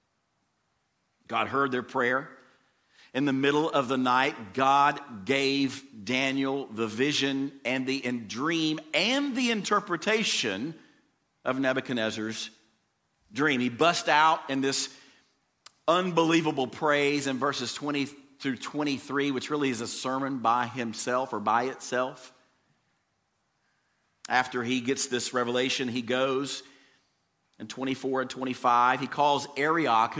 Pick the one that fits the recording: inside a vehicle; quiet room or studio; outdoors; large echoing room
large echoing room